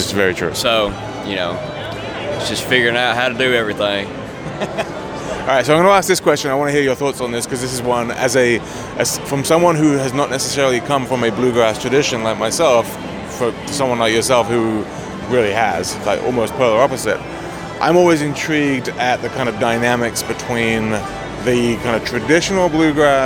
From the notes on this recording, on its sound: Live From IBMA 2022.